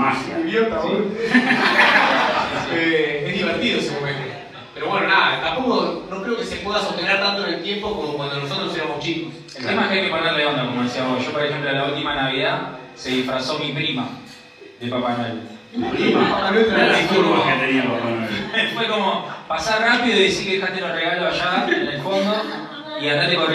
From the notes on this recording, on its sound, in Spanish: Función en vivo en Bernal. La hicimos en nuestro bar amigo de Ríe Bar de Bernal. Tuvimos un problema con la consola, por eso el audio no salió perfecto.